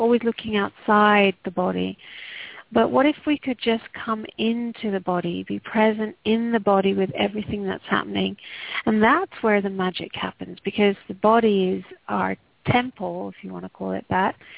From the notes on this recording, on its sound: Takes your calls for healing live today!